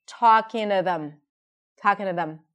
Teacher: So the T of the two becomes like a D sound.